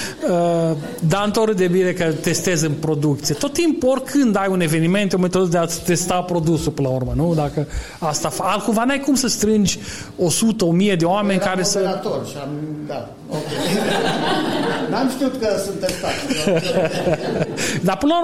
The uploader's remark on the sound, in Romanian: Episodul 27 conține partea a doua a inregistrării din cadrul evenimentului Agile Mammoths Games - Casa de Agile ce a avut loc în Cluj-Napoca la inceputul lunii martie. Am fost gazdele unui panel pe teme legate de agilitate. Au răspuns întrebărilor noastre și ale audienței.